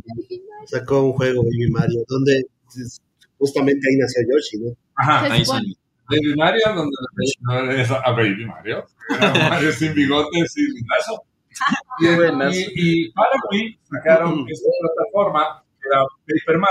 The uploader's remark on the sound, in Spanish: Lamentamos la calidad de audio en este episodio